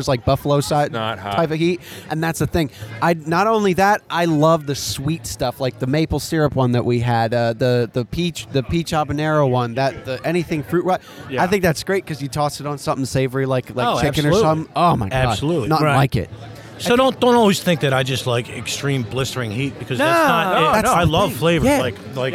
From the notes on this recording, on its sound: LIVE From The Philly Hot Sauce Festival! We recorded on-location from the first annual Philadelphia Hot Sauce Festival!